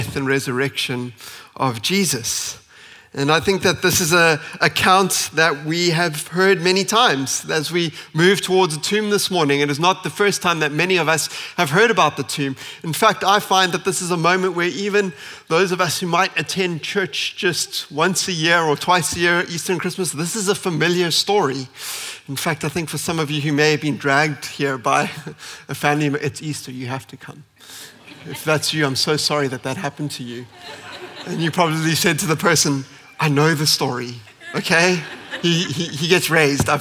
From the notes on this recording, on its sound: At Common Ground Church Rondebosch.